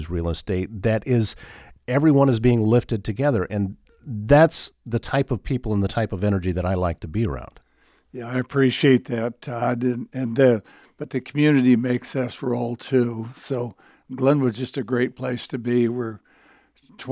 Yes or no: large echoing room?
no